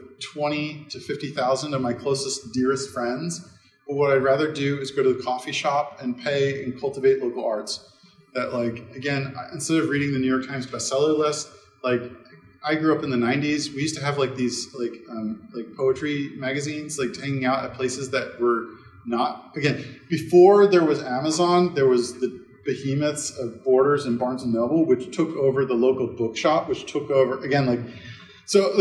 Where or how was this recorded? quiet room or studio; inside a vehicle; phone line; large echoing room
large echoing room